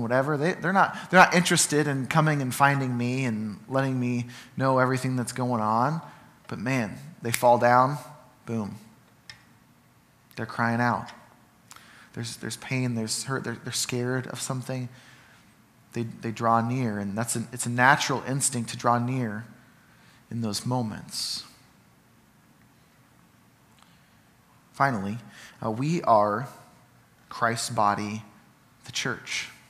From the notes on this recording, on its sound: Sermon from Ninth Street Christian Church